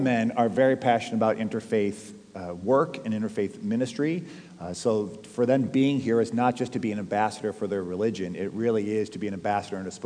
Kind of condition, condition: setting, large echoing room